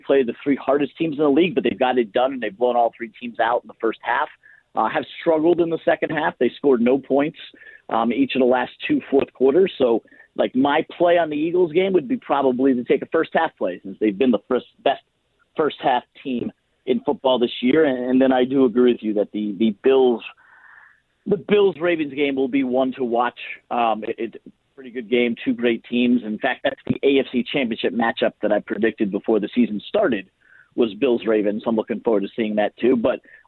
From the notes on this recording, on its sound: Callers call